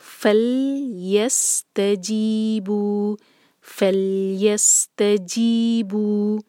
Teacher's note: جی اور بو یہ مد طبعی ہیں، ان کو دو دو حرکہ کھینچیں گے